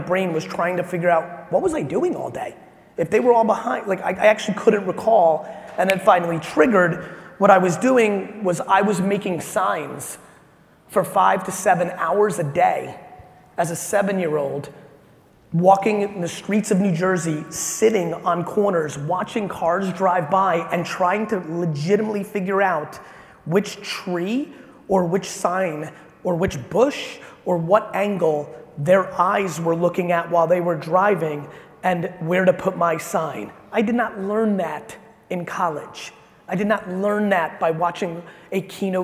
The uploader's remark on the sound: This episode is from a keynote I gave in Alpharetta, Ga.